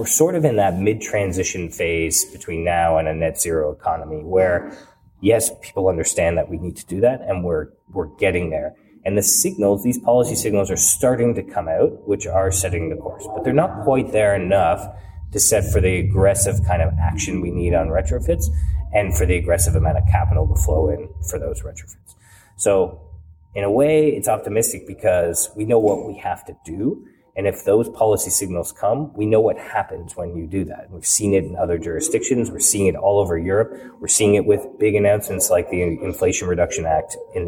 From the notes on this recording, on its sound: In this special bonus episode recorded at the Passive House Canada Conference.